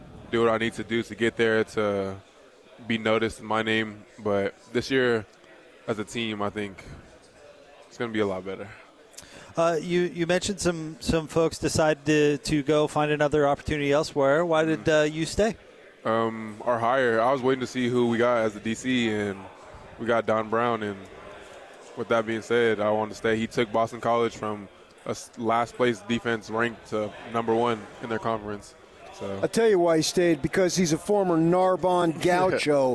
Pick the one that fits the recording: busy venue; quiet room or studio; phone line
busy venue